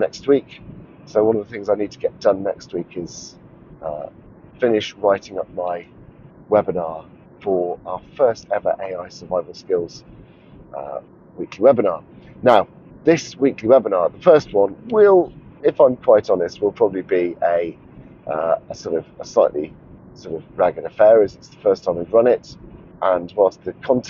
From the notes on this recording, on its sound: while driving home from a long school run